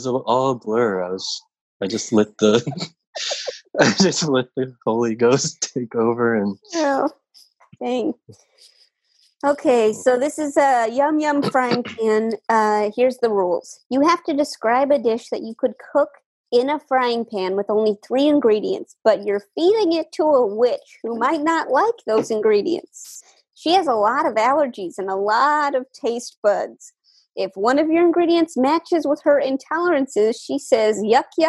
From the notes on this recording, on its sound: Play listener-created games with callers via Zoom!